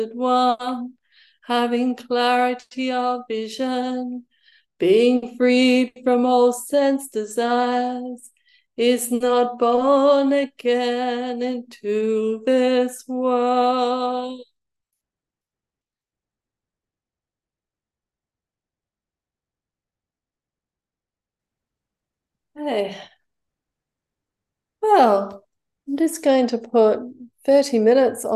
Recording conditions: video call